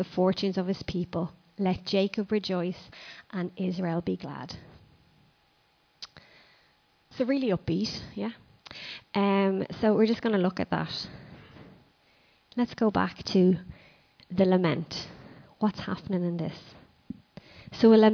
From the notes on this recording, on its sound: Recorded live in Liberty Church in 2019